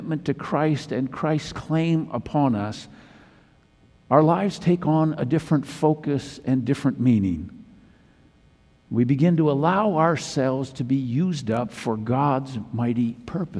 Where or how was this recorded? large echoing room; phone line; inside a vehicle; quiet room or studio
large echoing room